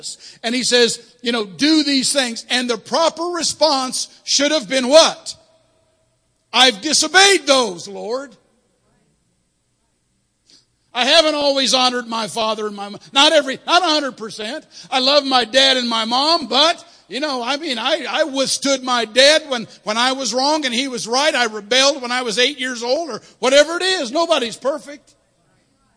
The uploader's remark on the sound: Sunday Morning Service. 45th Anniversary Weekend.